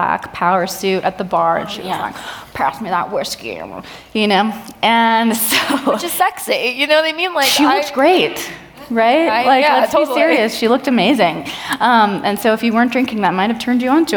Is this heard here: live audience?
yes